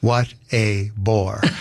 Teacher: It's a stressed syllable followed by an unstressed and a stressed. · Term: cretic